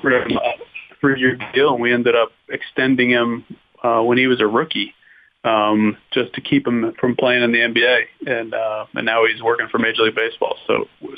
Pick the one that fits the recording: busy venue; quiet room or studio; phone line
phone line